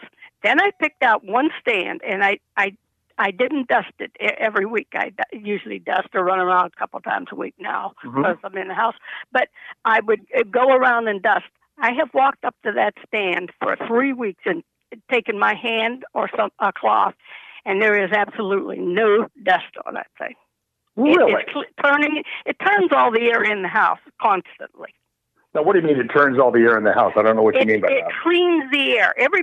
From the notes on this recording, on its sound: Today’s caller is a live interview